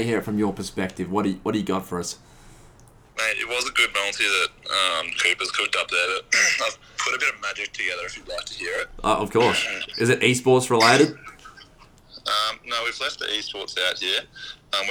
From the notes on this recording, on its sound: We then hit the phone lines to get some bets from listeners